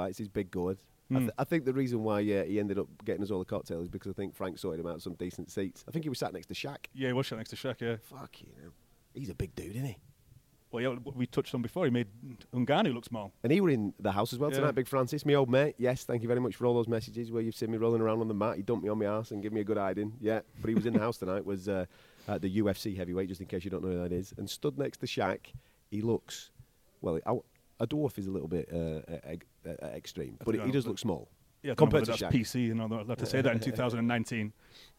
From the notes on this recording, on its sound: in the media room at the MGM Grand